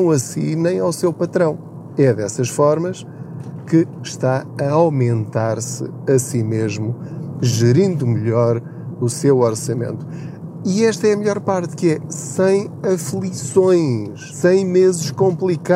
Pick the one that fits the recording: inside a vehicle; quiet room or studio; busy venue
inside a vehicle